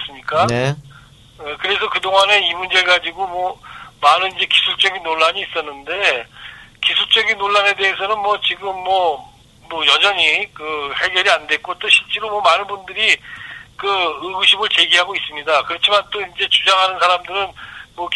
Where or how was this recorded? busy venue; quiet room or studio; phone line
phone line